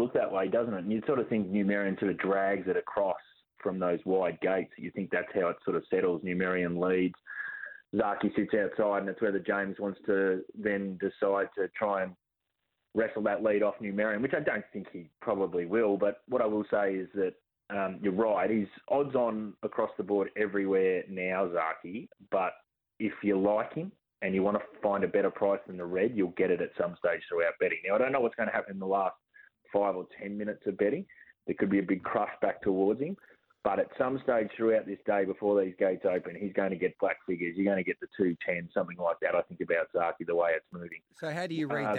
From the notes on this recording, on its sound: the team also take your calls!